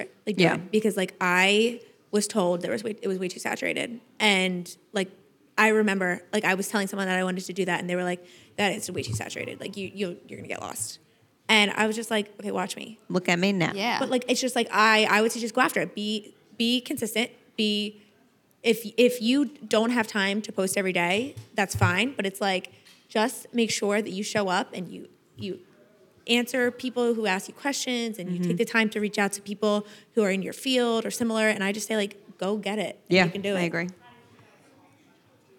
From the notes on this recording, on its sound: This episode was recorded in front of an audience at the Samsung’s 837 building in the Meatpacking District.